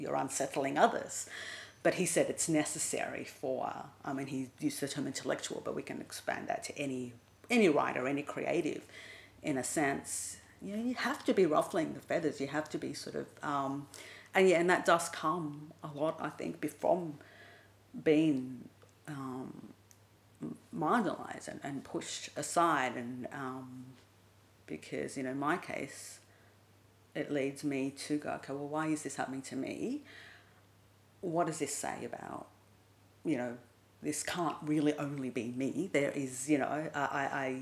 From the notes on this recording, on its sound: in inner Sydney, with its attendant suburban background soundtrack